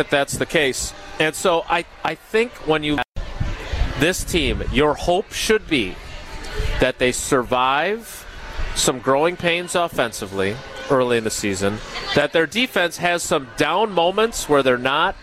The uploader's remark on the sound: live from Summerfest